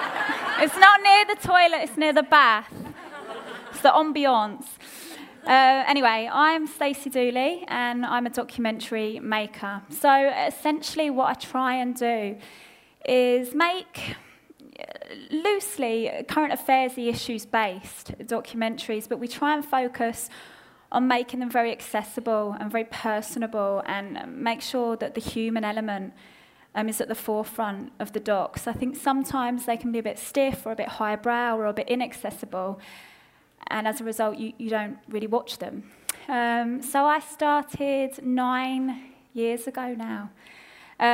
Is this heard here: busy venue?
yes